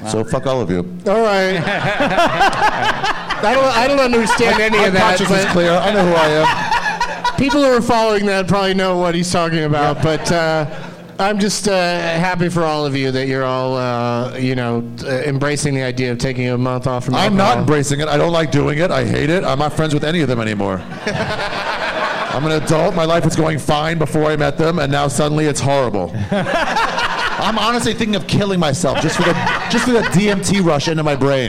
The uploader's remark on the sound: Live from the All Things Comedy Festival in Phoenix